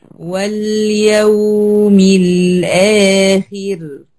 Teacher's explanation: اللام الساكنة دي هتاخد زمن التوسط، لكن الواو هتاخد زمن الرخاوة